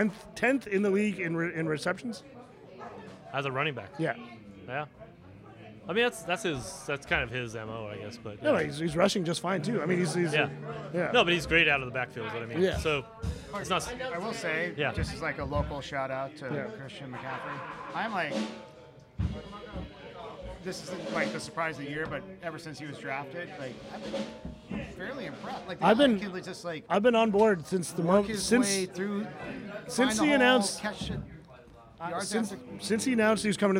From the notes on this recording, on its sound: Recording at World Famous Paul & Eddie’s Monte Vista Inn in Cupertino, California.